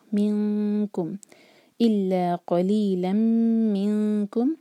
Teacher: نون کو ایسے چھپائیں گے کہ کیف کے لیے زبان ہماری تیار ہو · Term: اخفا